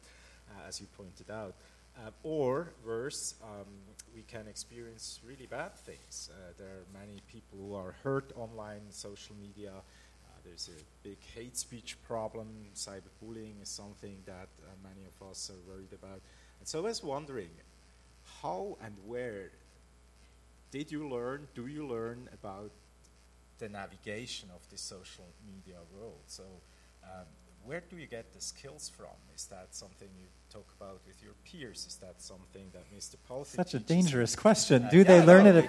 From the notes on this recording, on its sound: Recorded live at the recent relaunch of Born Digital: How Children Grow Up in a Digital Age. Moderate an open forum with local students.